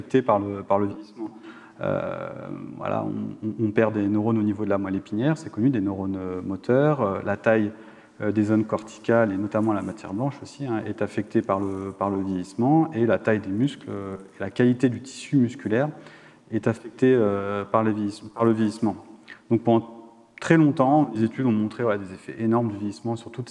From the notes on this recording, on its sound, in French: Une émission enregistrée en public dans le cadre des Conférences éton'Nantes du Muséum d'histoire naturelle de Nantes Métropole et de la Fête de la science 2023.